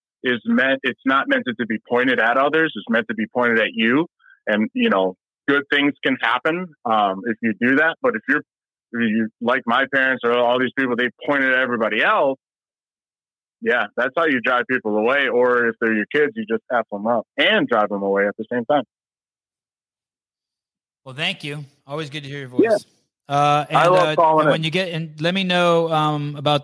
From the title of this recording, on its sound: Live Call In Show